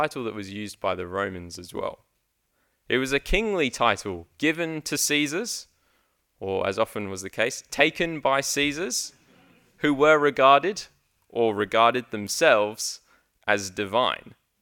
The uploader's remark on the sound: The first sermon preached at High Wycombe Church.